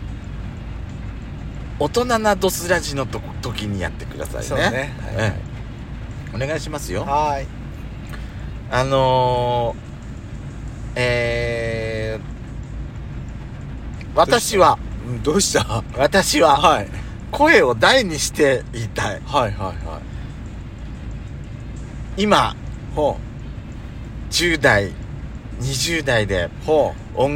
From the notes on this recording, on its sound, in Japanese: パーキング収録